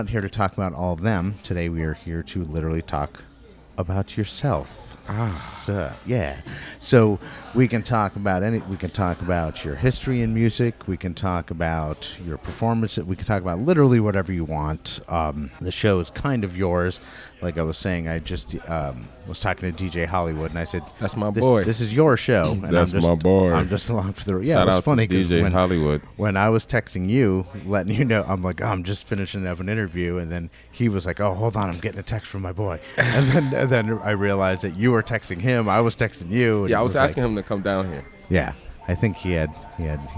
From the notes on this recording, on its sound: At Tanpopo Ramen and Sake Bar in Albany. This was a very cool episode to record, as it is the first one I have ever recorded in a crowded restaurant.